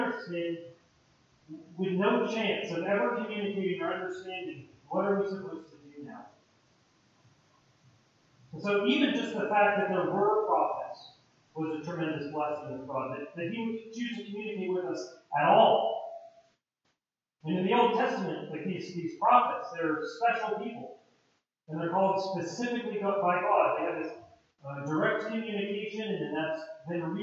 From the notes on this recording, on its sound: POOR AUDIO QUALITY.